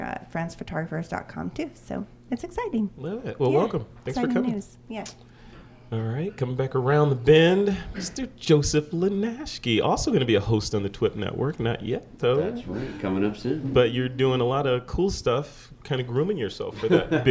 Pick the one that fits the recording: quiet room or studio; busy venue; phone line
busy venue